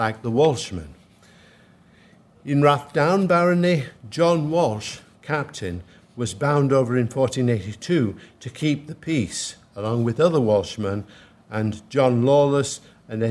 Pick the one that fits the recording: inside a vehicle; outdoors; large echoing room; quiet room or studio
large echoing room